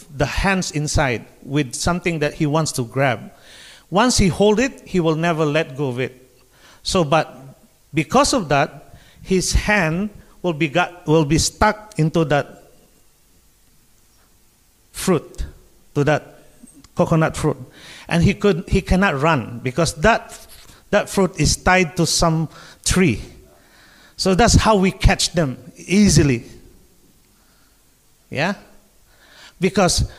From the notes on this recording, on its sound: Streamed Live from South Mandurah Uniting Church!